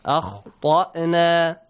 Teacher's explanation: the ta has to be pronounced heavily. It's a heavy sound.